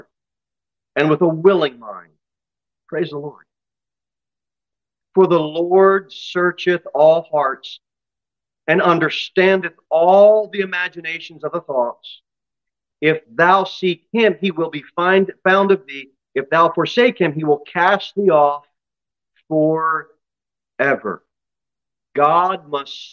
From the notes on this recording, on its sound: Sermon delivered at Pilgrim Baptist Church